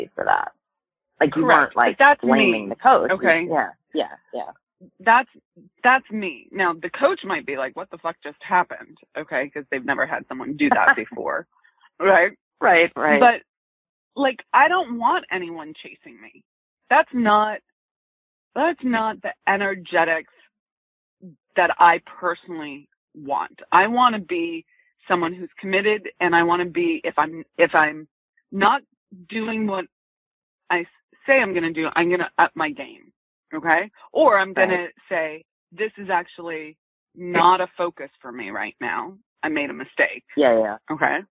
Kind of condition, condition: link, phone line